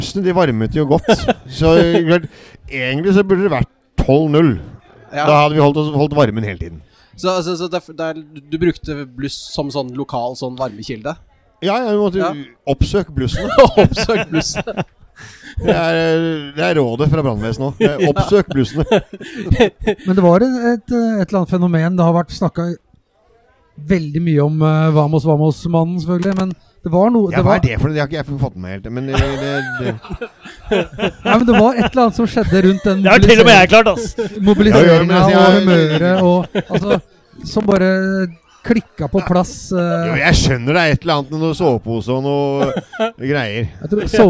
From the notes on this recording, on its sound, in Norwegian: Opptaket er gjort sammen med publikum på Bohemen.